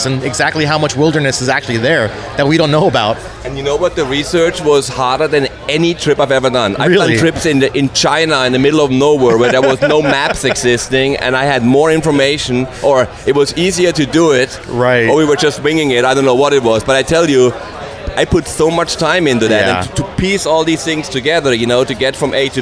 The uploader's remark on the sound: recorded at the 2019 Sea Otter Classic in Monterey, CA